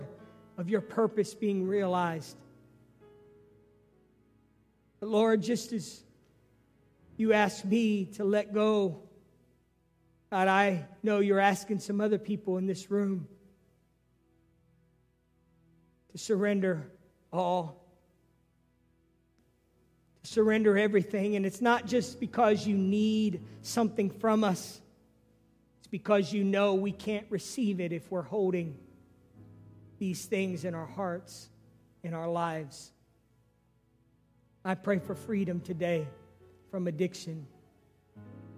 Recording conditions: large echoing room